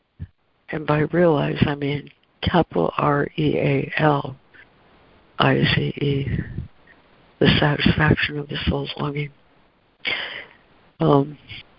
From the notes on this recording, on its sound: ACIM Daily Conference Call.